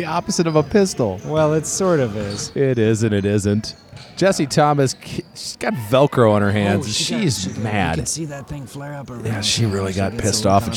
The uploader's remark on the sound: at North Weddington Auditorium